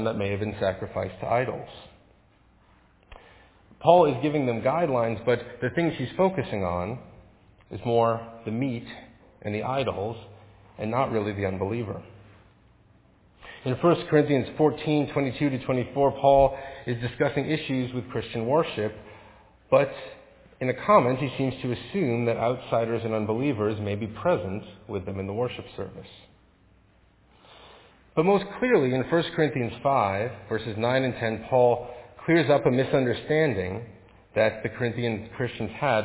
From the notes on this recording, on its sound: Faith Presbyterian Church – Evening Service